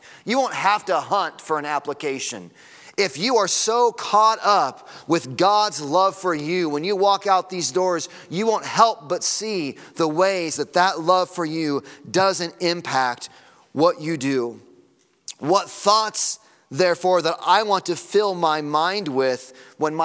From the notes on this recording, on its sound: Sunday Morning Sermon Audio.